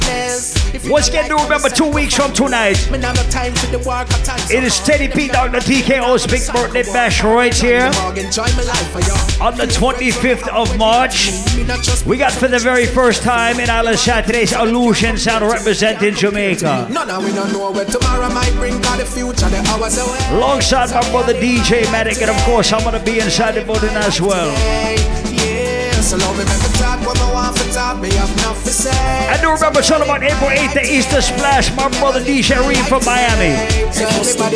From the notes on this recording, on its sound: Live audio recording of my set at island saturdays on march 11